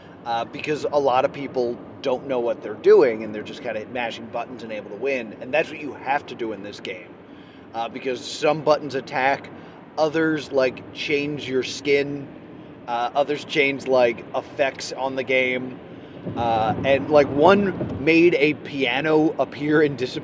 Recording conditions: inside a vehicle